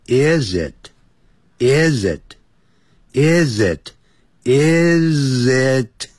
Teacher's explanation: is 跟 it 连在一起 is it is it 那个 t 你把它刹车停住 · Term: 连音